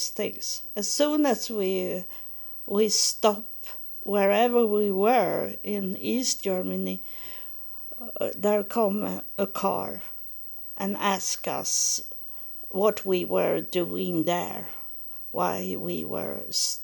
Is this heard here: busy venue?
no